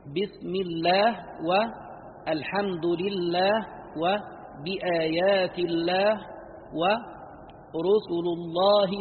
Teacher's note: اللام من اسم الله عز وجل فالجميع مجمعون على ترقيقها مع الكسرة من أجلها